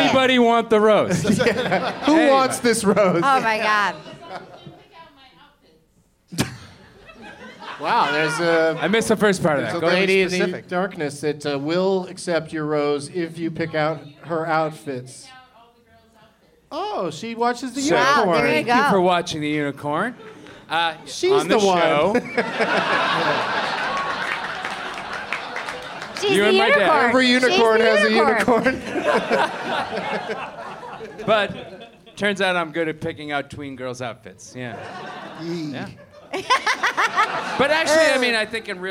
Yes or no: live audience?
yes